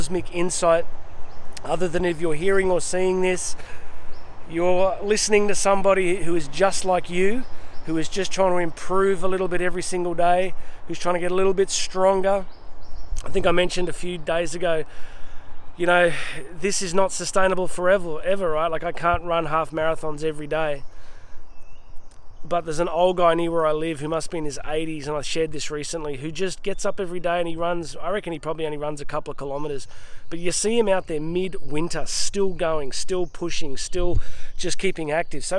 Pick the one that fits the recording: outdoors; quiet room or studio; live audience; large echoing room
outdoors